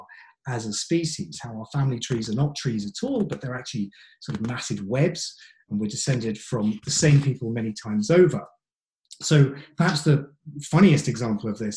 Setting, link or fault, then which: link, video call